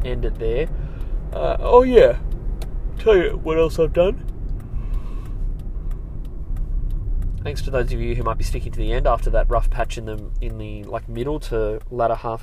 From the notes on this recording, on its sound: I'm in the car